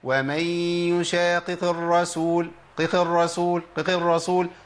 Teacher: ما حققتش الحركات مظبوطه، فبالتالي بان عندي كاني جبت قاف واحده بس زمانها طويل شويه